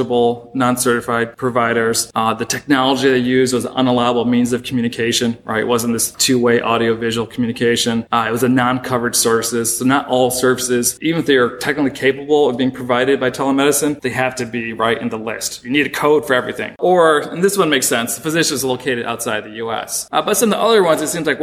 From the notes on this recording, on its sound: This episode was recorded at the annual meeting of the Southeastern Association of Law Schools during a panel reviewing the year in healthcare financing.